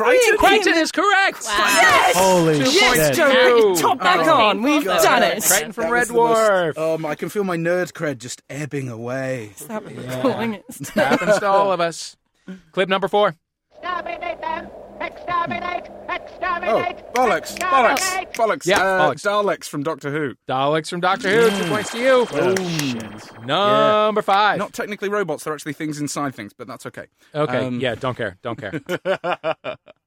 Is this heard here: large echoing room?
no